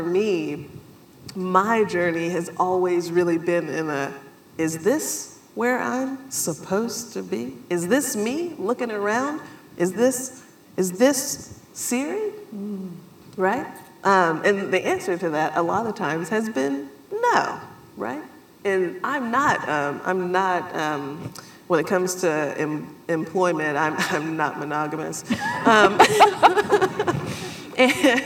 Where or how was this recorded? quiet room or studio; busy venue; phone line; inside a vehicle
busy venue